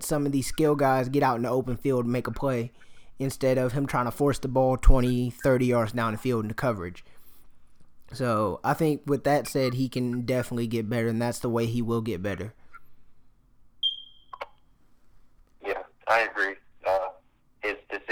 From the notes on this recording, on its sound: Joined via phone call